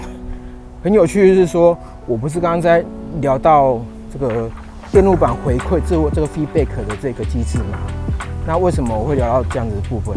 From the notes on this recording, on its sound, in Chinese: 邊走邊講，用EarPods Lightning的戶外錄音效果。這集是用 iPhone 原廠的耳麥錄音，就效果來說還不錯。